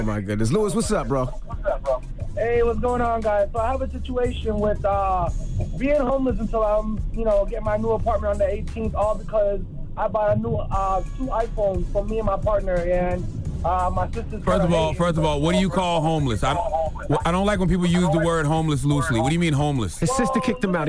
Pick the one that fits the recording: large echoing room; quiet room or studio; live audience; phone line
phone line